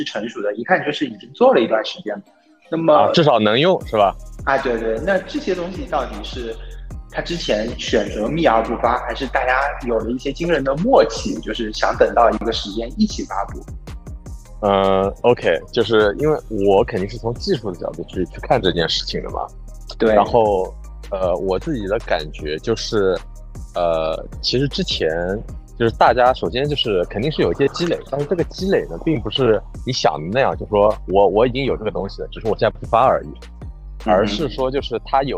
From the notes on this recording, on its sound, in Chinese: 当时主播对于如何录制、制作、剪辑播客都是一窍不通，故标识为「全损音质」。